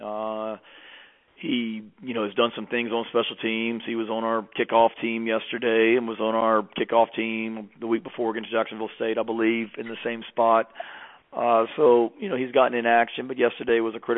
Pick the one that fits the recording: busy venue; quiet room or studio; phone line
phone line